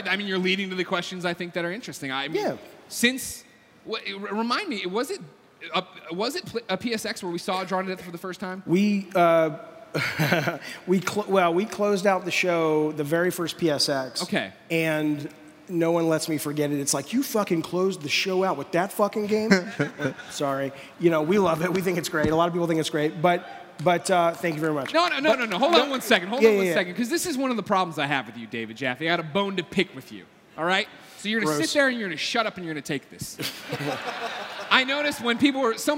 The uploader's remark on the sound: recorded in front of thousands at PSX 2016